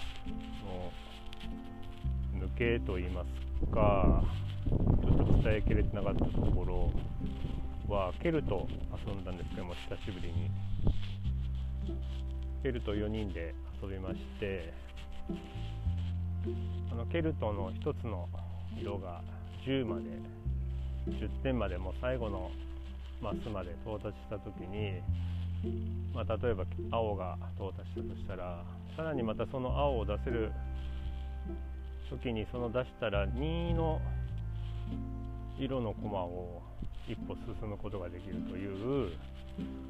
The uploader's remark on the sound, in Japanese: 外での収録なので自然の音が入ってます